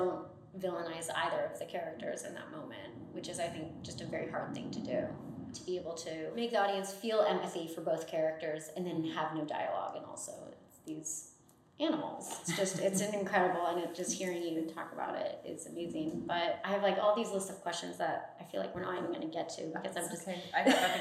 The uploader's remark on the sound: Tonkocast is a total DIY operation recorded with non-professional equipment. Excuse our home made quality everyone!